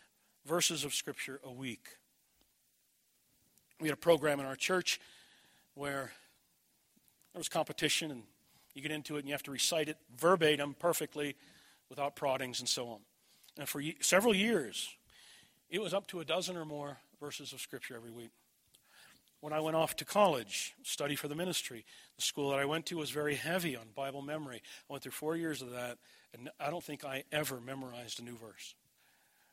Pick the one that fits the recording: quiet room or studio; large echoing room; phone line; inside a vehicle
large echoing room